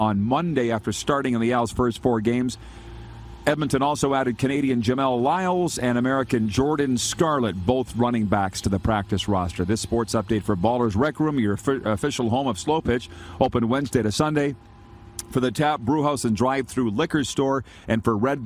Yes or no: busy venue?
yes